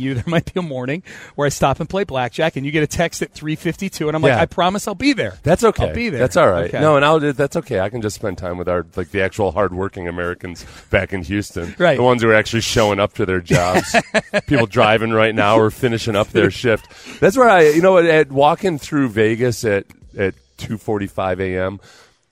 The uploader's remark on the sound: Live on Radio Row in Las Vegas!